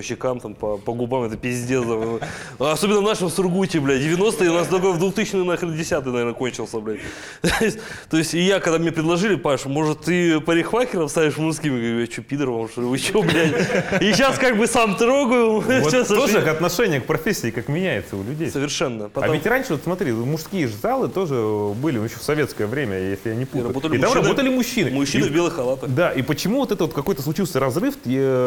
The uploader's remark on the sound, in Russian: Подкаст записан в барбершопе «Chop-Chop Сургут».